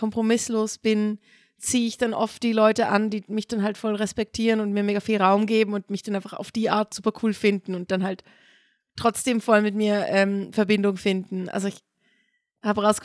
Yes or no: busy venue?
no